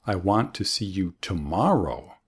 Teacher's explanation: You put the emphasis on tomorrow.